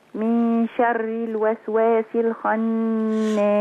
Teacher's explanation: هي شين مرققة في كل أحوالها في القرآن